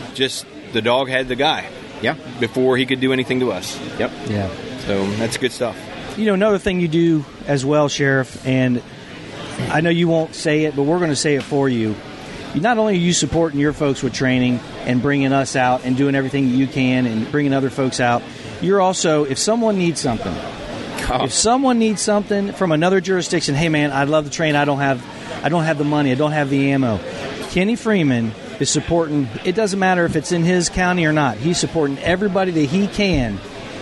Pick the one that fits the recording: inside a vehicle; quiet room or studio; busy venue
busy venue